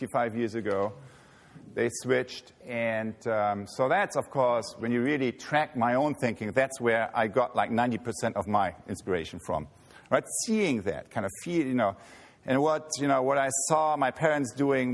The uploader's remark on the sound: He delivered this speech at the 33rd Annual E. Schumacher Lectures.